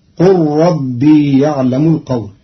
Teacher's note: قرأ قالون كلمة قال بضم القاف وحذف الألف وإسكان اللام مع إدغامها في راء ربي، على أنه أمر من الله تعالى لنبيه، فتصير قل ربي يعلم القول وهو السميع العليم.